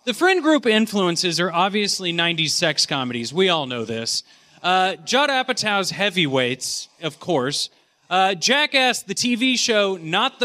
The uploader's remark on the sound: Live at The Last Bug Con! Exclusive audio from his panel "A Pump in the Matrix."